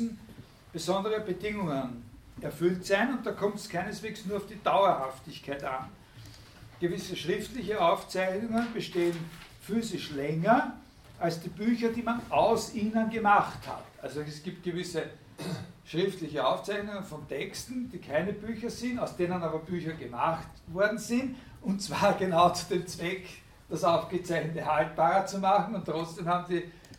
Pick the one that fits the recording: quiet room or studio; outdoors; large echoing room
large echoing room